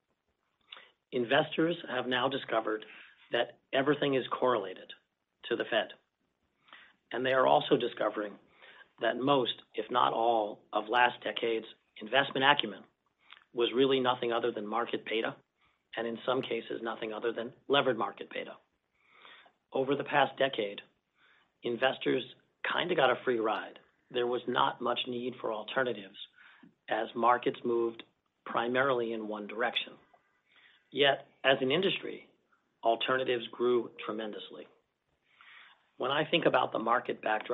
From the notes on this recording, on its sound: Earnings Conference Call.